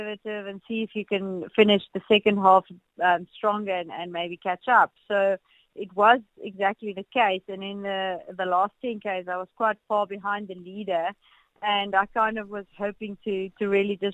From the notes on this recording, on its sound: Guest on the line. A keynote speaker from Cape Town.